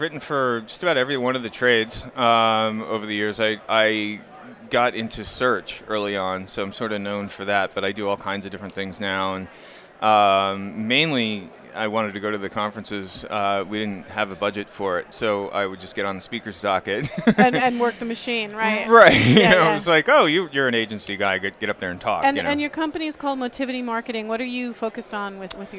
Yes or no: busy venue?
yes